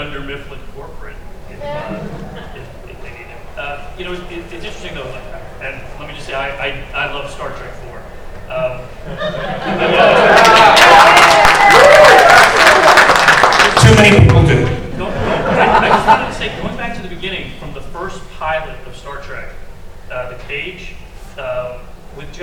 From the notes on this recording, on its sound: Panel discussion at Long Beach Comic Con (2017).